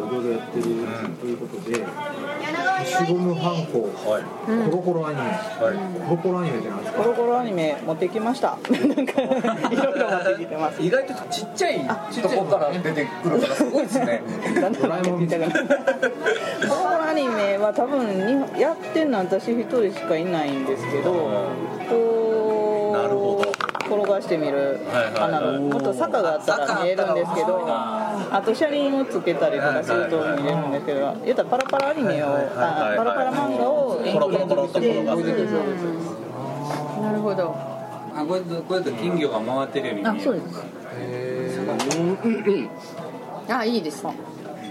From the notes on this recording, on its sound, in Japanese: 店内BGMなどのノイズがガッツリです。お聞き苦しいかもしれませんがご容赦下さい。